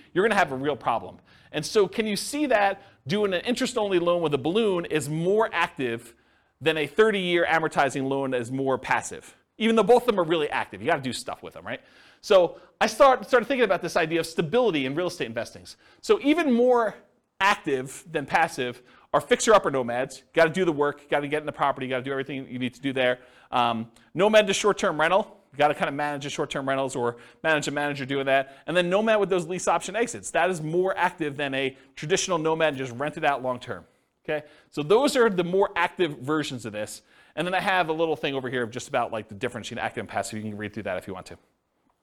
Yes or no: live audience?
yes